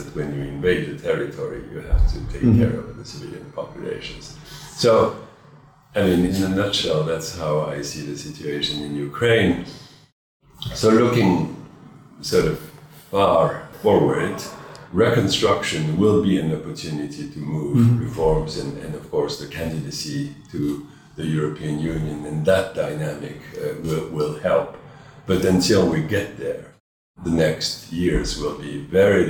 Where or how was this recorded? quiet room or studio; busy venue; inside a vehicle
busy venue